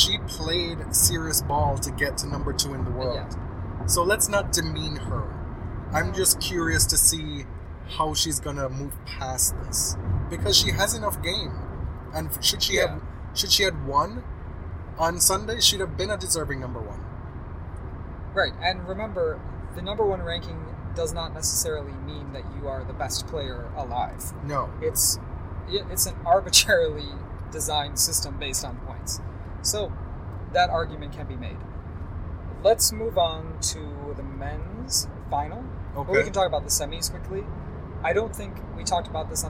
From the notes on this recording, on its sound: We're recording in the car again